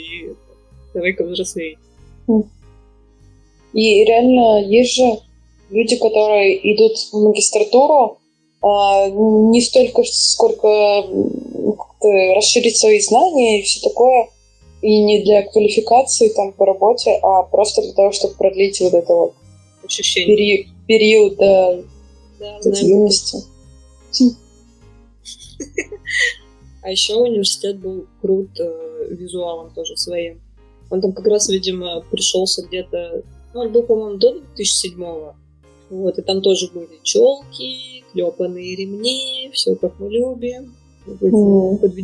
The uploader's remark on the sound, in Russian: По ошибке записалась на микрофон ноутбука, поэтому звук получился как обычно. Мы очень стараемся и обещаем улучшить качество звука!